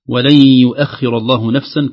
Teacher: الهمزة مرققة يخشى عليها من التفخيم بسبب الخاء بعدها